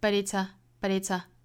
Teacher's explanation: but 这个词做弱读，跟后面的 it's 做连读